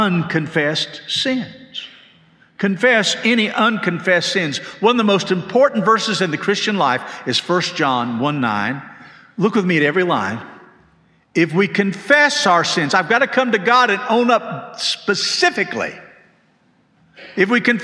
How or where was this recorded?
large echoing room